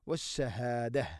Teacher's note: ഇവിടെ വശ്ശഹാദത്തി എന്ന് അവിടെ വഖഫ് ചെയ്യുമ്പോൾ താഇന് സുക്കൂൻ, ഹാഇൻ്റെ ശബ്ദമാണ് വരിക